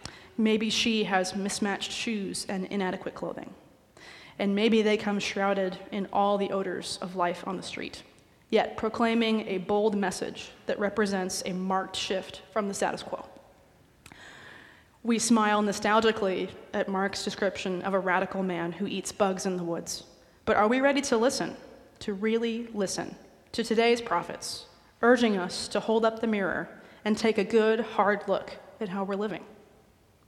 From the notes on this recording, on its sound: recorded live at the 10:00am service on Sunday, December 10, 2023.